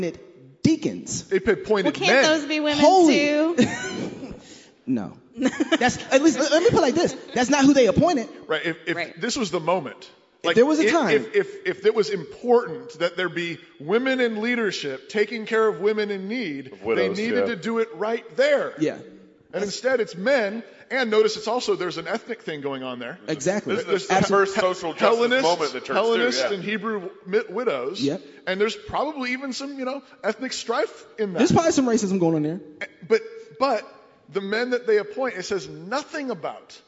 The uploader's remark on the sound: CrossPolitic and Sheologians Live at ReformCon